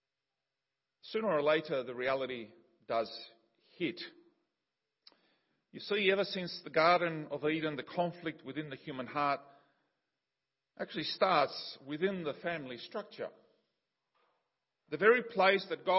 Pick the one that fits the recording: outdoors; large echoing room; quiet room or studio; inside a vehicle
large echoing room